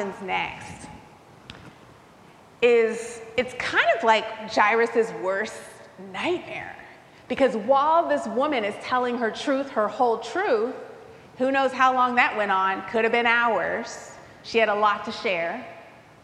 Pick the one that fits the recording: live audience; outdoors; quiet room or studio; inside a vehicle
live audience